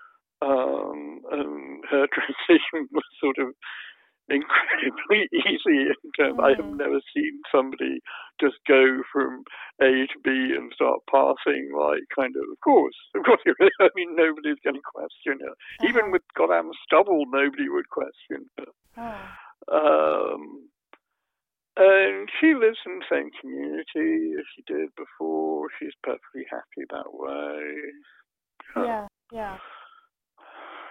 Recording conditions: phone line